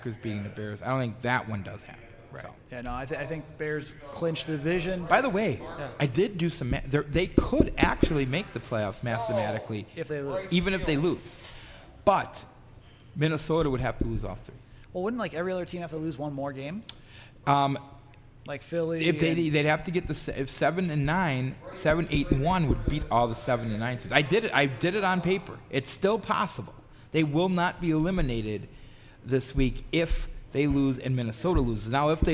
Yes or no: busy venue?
yes